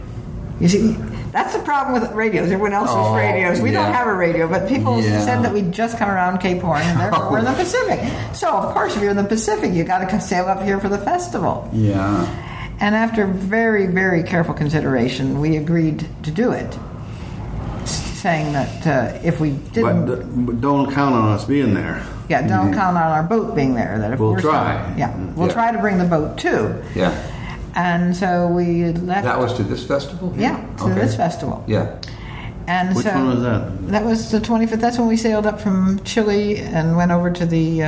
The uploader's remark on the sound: While at the Port Townsend Wooden Boat Festival.